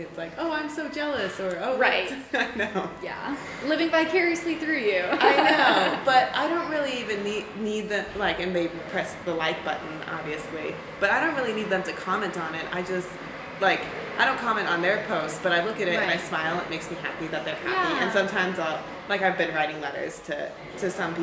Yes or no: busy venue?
yes